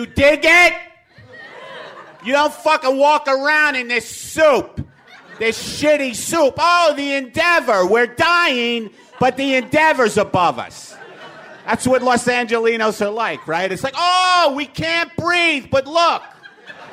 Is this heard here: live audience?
yes